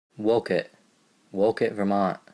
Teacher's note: a strong glottal stop, dropping the T's